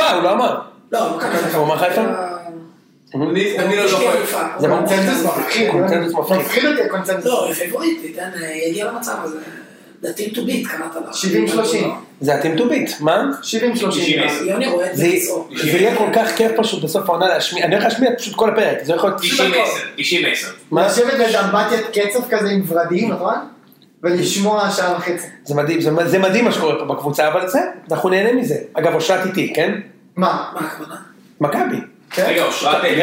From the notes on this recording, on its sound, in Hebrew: דפקנו את הסאונד והקלטנו דרך המחשב במקום הקונסולה המקצועית